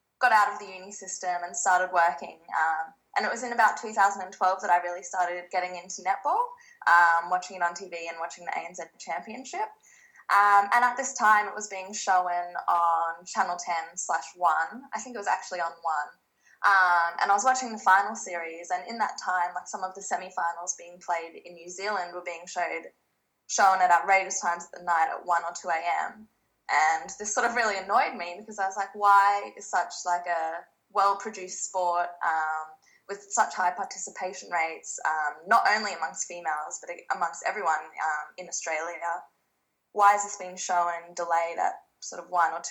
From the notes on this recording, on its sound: Speaking via Skype